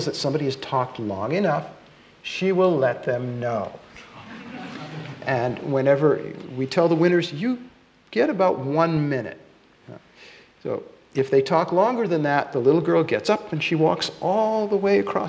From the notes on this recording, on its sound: This podcast, recorded during the 7th Science Salon, takes you on a wonderfully fun and thoughtful journey into the world of science. In Copenhagen.